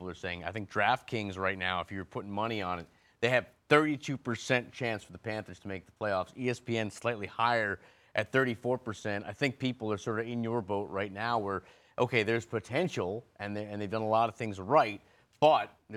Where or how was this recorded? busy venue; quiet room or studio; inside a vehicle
busy venue